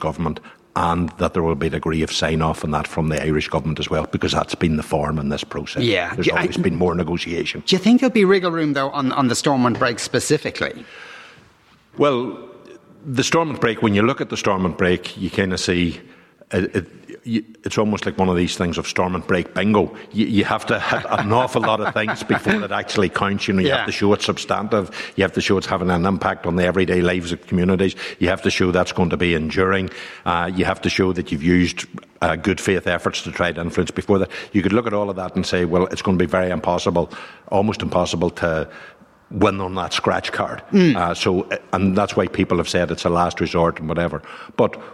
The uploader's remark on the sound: live in the Guildhall in Derry